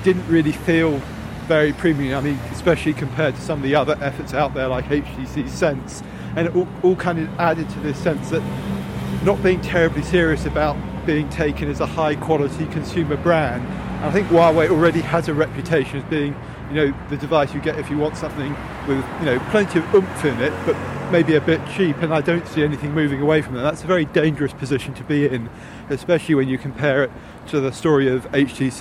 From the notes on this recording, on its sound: Live from Mobile World Congress. Recorded live on the street.